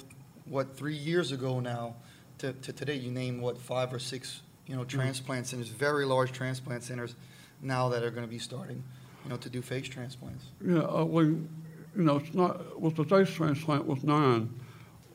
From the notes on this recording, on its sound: Our podcast is recorded live for the first time in front of a studio audience.